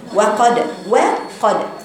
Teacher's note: والدال فيها قلقله بقفل المخرج وافتحه ما بقولكش في الفتحه ما بقولش وقاد لا هي قلقله المخرج